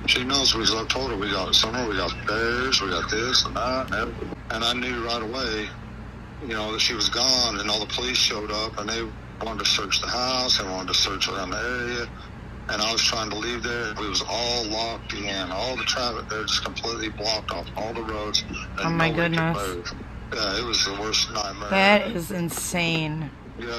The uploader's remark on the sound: This is Volume 1 of my phone calls